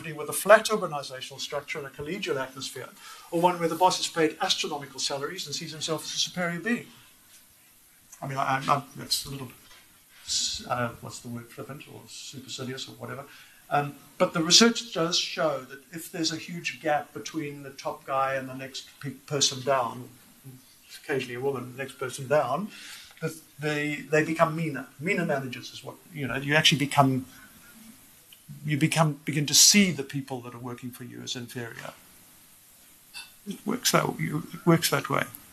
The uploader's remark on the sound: Held at JHB: Auditorium, Mutual Place, Sandton on 25 September 2019.